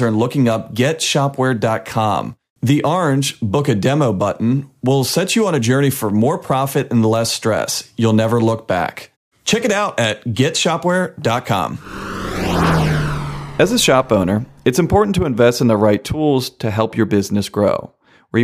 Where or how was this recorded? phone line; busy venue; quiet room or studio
quiet room or studio